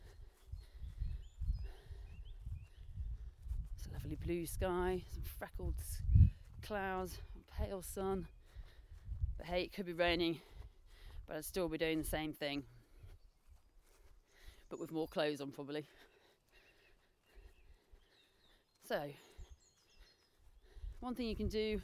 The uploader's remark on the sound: Recorded in the woods around where she lives, not only will you get to hear the birds chirruping in the background